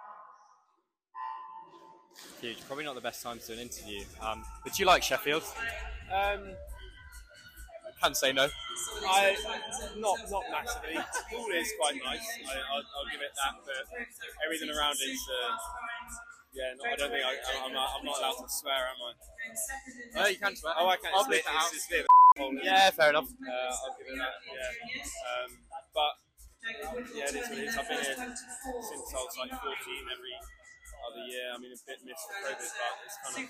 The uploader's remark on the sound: LIVE FROM BRITISH CHAMPS IN SHEFFIELD